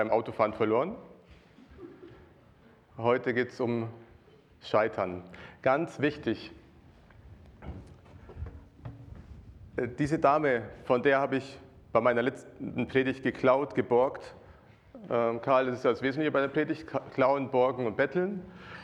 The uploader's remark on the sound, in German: Predigt aus dem Gottesdienst